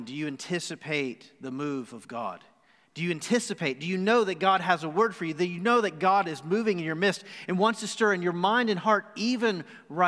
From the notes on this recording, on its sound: Recorded live on December 6, 2020 at The Fellowship at Two Rivers.